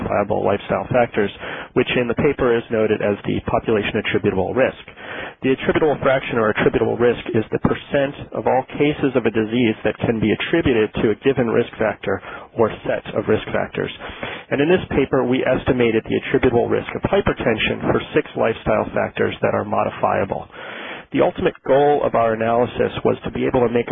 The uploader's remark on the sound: Author in the Room® Teleconference